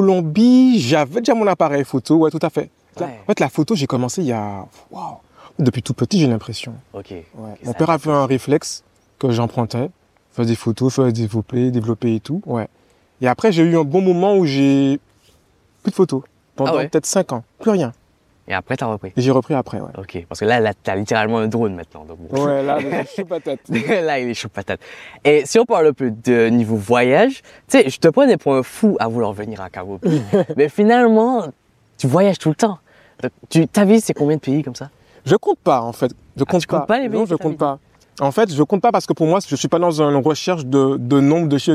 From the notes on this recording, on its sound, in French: Cet épisode a été enregistré au milieu d'un fleuve, en Guyane.